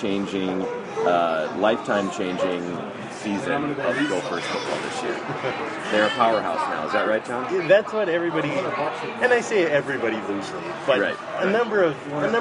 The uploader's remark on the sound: met up at Stout's Pub to record the first episode of 2015